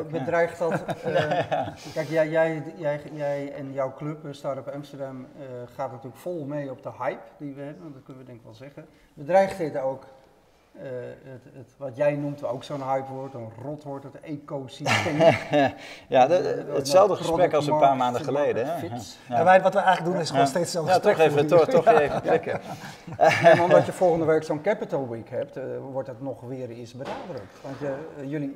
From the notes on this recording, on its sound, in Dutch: een uitzending met publiek!